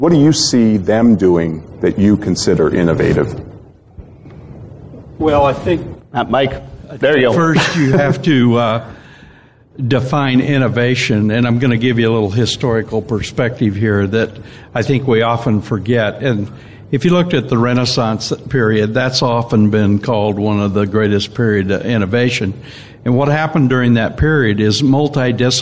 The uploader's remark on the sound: Live from Sage Summit. Sage Summit 2017 in Atlanta. A great panel discussion.